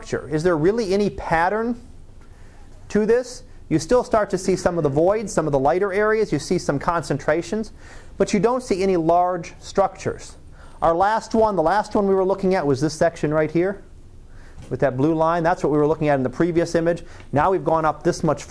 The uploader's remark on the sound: Live Class Lecture